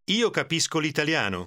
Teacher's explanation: notice how the L sound almost becomes part of the word italiano